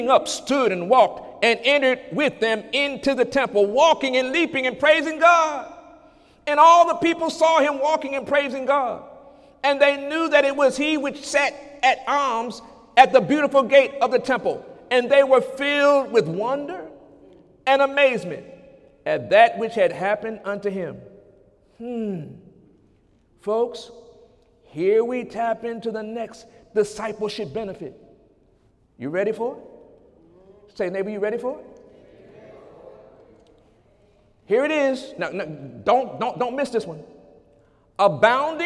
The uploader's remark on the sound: During Sunday morning service